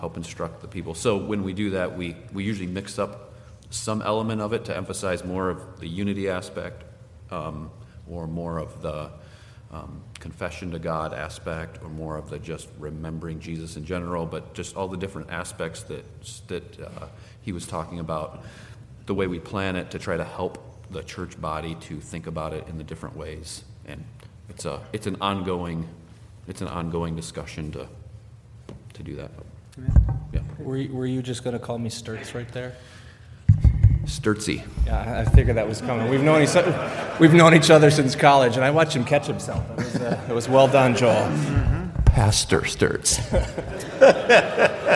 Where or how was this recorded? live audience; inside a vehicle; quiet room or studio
live audience